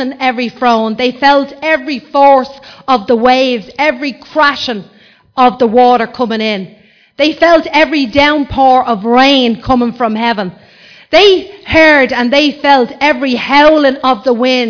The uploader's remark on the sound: Recorded live in Liberty Church